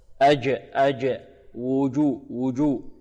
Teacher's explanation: هذه الجيم العربية فيها انحباس ماذا؟ فيها انحباس في الصوت